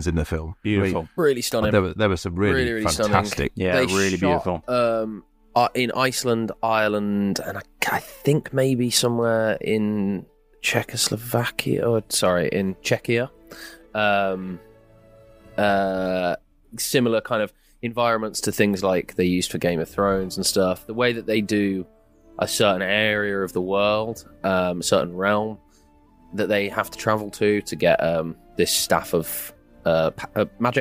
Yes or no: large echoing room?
no